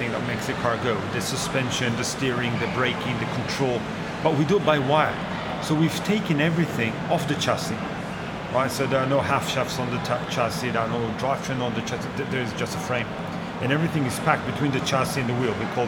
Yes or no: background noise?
yes